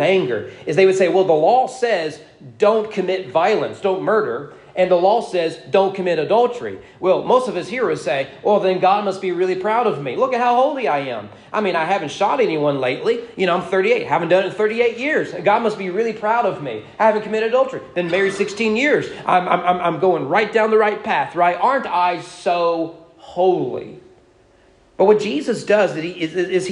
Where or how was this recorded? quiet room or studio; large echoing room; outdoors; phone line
large echoing room